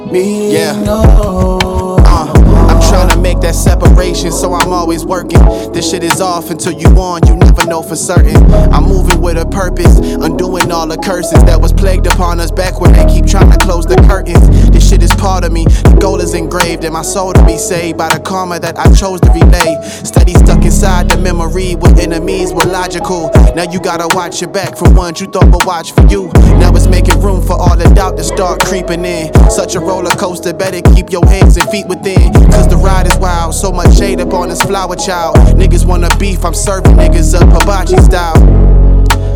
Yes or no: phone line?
no